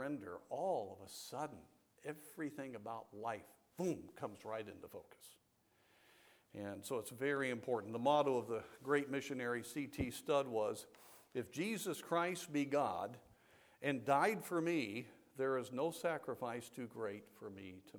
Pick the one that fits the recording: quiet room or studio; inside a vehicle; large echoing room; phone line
large echoing room